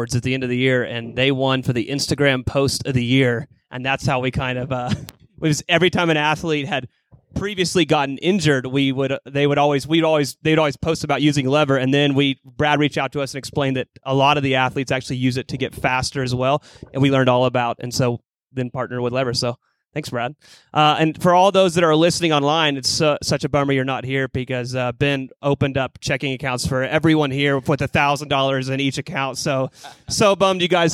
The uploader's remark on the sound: THE LIVE SHOW. Live from the Skratch Labs Cafe!